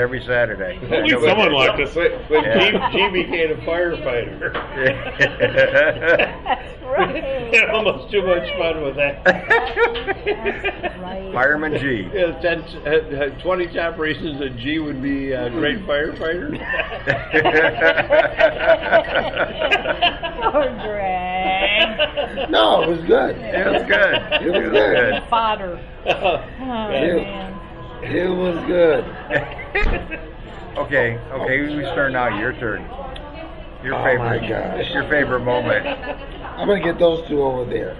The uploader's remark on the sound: WLCS, WEFG, and Talk n Tunes reunion at the Pop a Top in Muskegon.